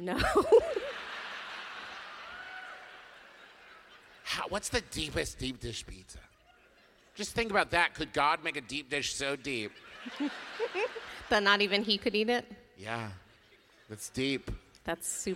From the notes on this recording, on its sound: our live episode from Chicago